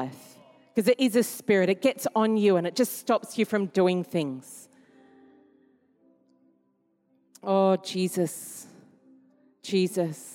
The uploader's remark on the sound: Recorded during our 5pm service